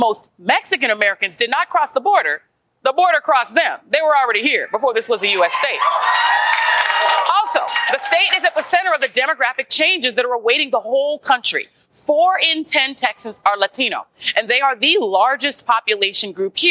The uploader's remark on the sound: Live from the Flying Saucer Draft Emporium in Fort Worth, Texas! Our in-person audience. Roadtrip edition.